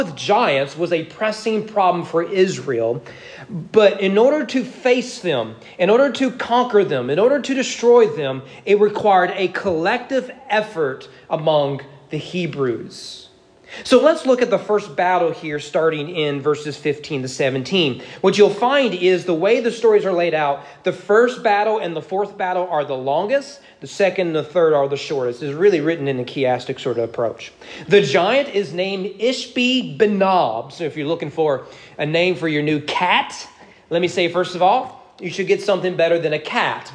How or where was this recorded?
large echoing room